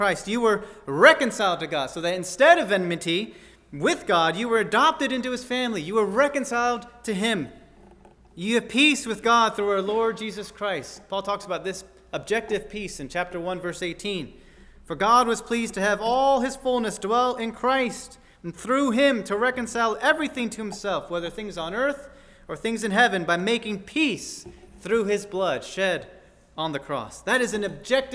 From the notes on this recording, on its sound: on July 16, 2023 at First Baptist Church in Delphi, Indiana